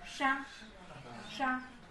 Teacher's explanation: 有卷舌的沙沙，舌头卷起来